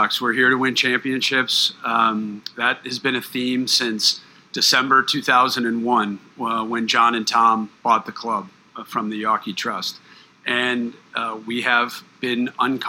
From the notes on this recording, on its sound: Introductory Press Conference. Meet with the Boston and National Media.